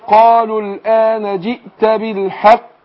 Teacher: بقف على القاف هنا، هقلقلها، والقلقلة في الوقف تكون أبين وأوضح